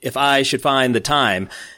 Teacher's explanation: So the stress is on the second foot of it, and that's the iamb